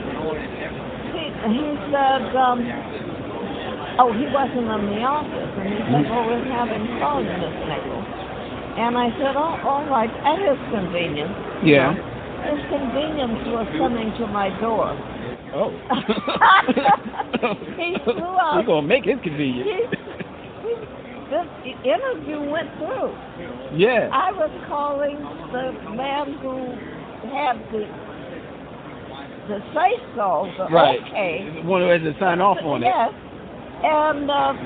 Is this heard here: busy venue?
yes